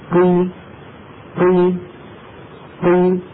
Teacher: يبتعد الطرفان في مخرج القاف، ويصاحب هذا انخفاض للفك السفلي